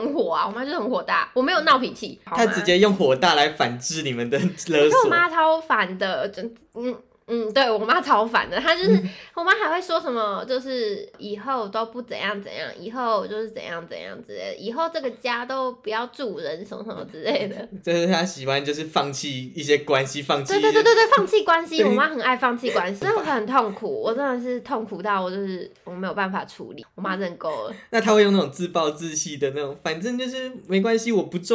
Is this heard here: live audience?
no